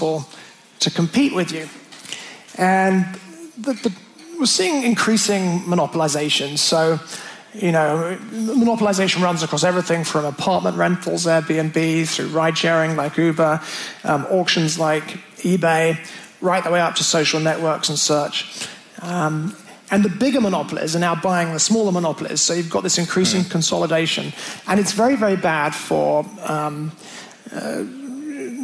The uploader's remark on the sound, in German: Aufgezeichnet wurde das Interview auf der Bähne der Digitalkonferenz DLD in München.